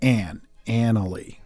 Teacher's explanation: the stress is on the first syllable, but it takes a short vowel sound, like the name Ann